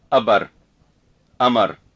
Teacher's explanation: Glottal stop in word initial position.